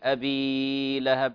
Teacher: في الياء في أبي يعني هنا مد طبيعي ولا نمدها كثير، أبي لهب هكذا، هي مد طبيعي حركتين.